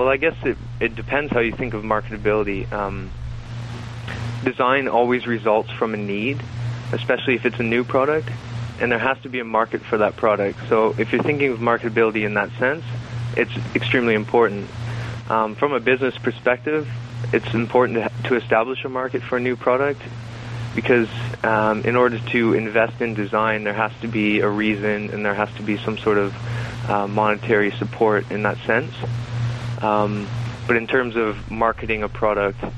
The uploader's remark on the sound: By phone from Ottawa Ontario.